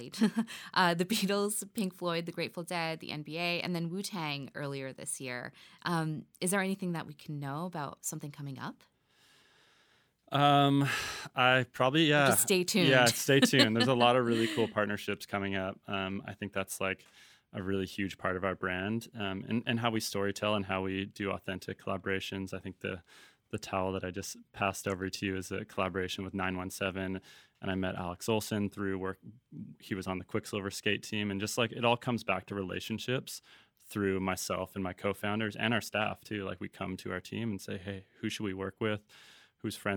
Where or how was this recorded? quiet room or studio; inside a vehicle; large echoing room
quiet room or studio